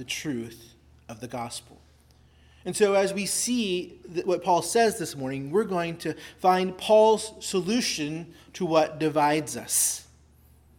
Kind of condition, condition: setting, large echoing room